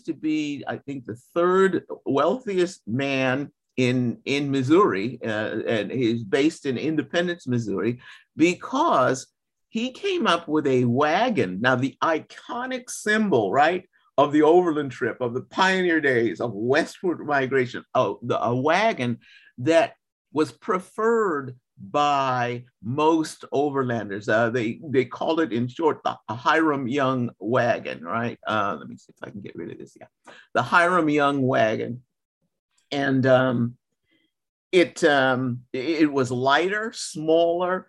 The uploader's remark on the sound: Recently, I sat down (via Zoom)